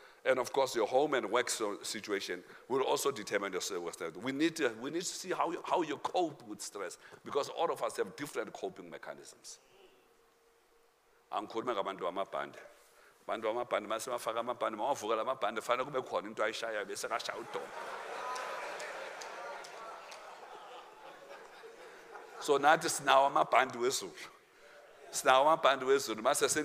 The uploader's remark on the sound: Men Of Hope Conference 2022 Day 3 Second Session